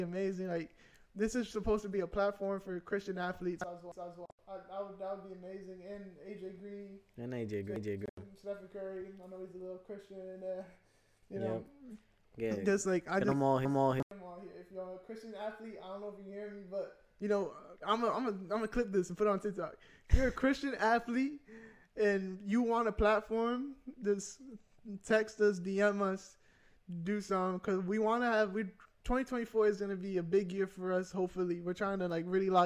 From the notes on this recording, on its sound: sorry for the technical difficulties